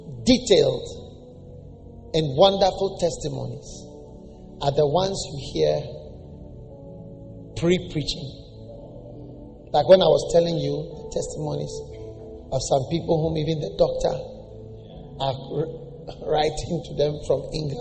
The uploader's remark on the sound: Preached at Lighthouse Chapel International, New Gbawe.